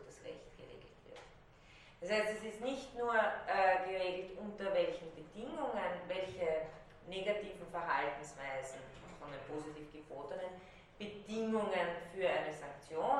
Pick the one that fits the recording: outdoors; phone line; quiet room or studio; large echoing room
large echoing room